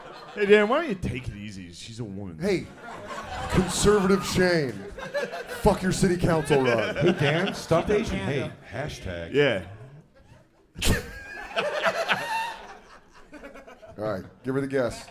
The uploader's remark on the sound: Live From the Moontower Comedy Festival in Austin, Texas